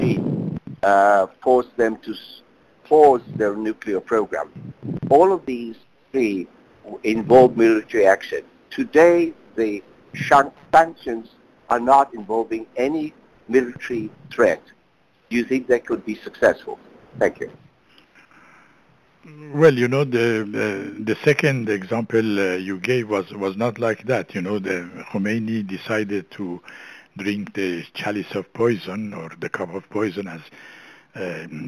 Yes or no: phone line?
yes